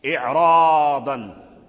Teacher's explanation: فهذا يعني الراء تقدم عليه كسر وهي كسر الهمزات، والسكون ليس بحاجز، سكون العين أو كذا ليس بحاجز، ولكن السبب الذي جعل الراء يقرأها واصل بالتفخيم هو وقوع بعد الراء ضاد، والضاد من حروف الاستعلاء وهو من الحروف القوية الغليظة المفخمة، فلما كان الضاد جلب أو منع الراء من الترقيق، وإن وقع قبل الراء سبب من أسباب الترقيق وهو الكسر.